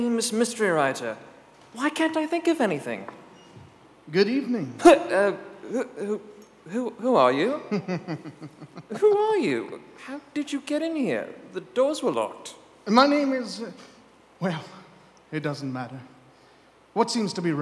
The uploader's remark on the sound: Live performance by Metropolitan Performing Arts actors and other community volunteers at Kiggins Theatre in downtown Vancouver, Washington. Live audience count: 100. Streamed live on KXRW-FM, Vancouver, WA.